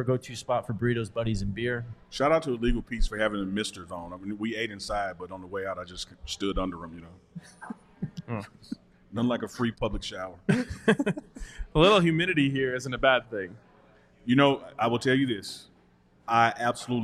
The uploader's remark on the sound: live from the DNVR Bar